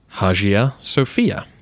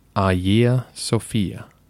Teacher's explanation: Of course, in English, the name looks like it should be said Hagia Sophia. But we lack the soft G sound, which you would find in Greek · Shown in: second take · and we use the letter H, which they do not.